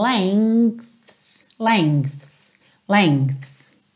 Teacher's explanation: você tem um G bem levinho